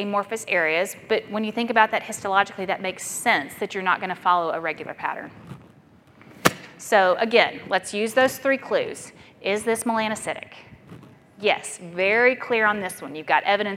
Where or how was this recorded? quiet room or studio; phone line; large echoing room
large echoing room